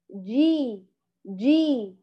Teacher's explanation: إخراج هواء فيه، إخراج نفس، لا تخرجي هواء في حرف الجيم · Term: شديدة مجهورة